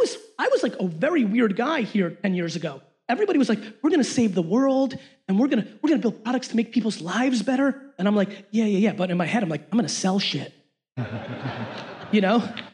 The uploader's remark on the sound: A Keynote: #SXSW 2017 LIVE Q&A.